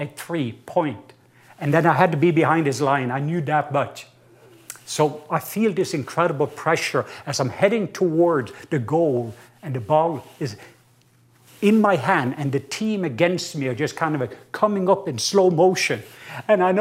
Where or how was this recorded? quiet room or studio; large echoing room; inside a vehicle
large echoing room